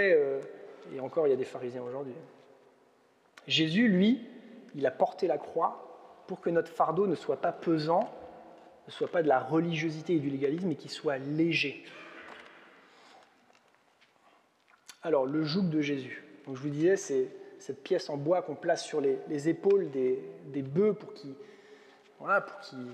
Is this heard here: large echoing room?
yes